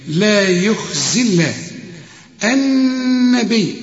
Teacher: والياء هنا تلغى لانها ساكنه وبدون تشكيله، فبنلغيها عند الوصل، واللام بتاعت لفظ الجلاله ساكنه، لكن تثبت الياء اذا وقفت